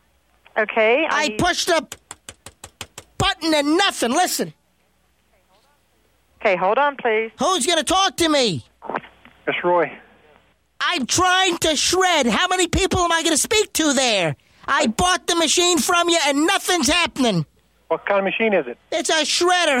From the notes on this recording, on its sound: Prank Phone Calls